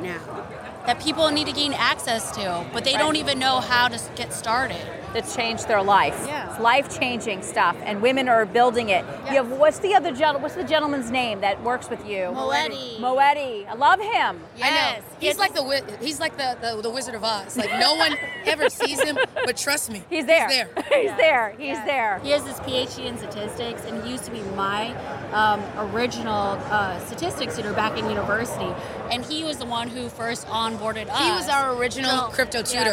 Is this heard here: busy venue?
yes